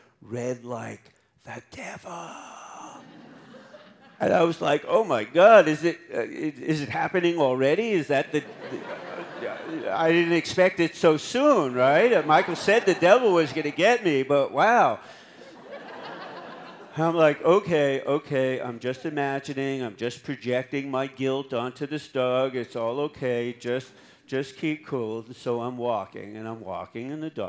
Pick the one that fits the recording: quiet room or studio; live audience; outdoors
live audience